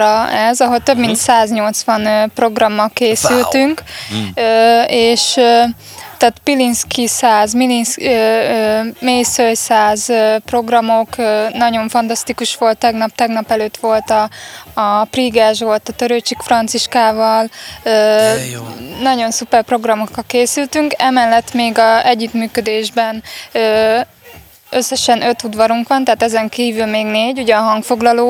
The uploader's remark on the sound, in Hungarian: Beat Live. Művészetek Völgye interjúk.